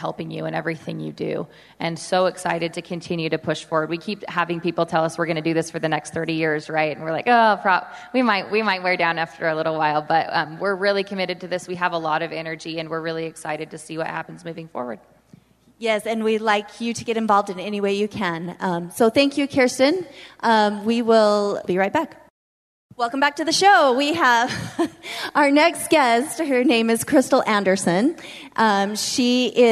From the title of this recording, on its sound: We're live from the Utah Charter Network Symposium